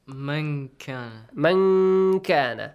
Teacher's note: So the noon is not completely pronounced. You hide the sound.